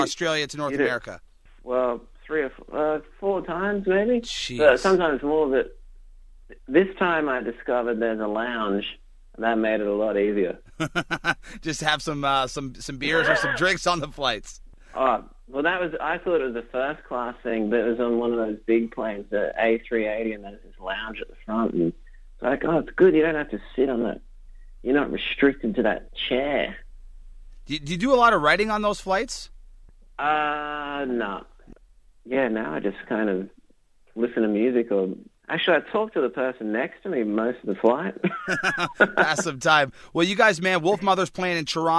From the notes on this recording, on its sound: called into the show